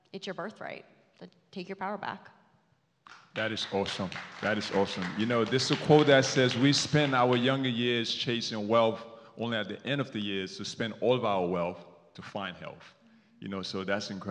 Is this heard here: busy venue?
yes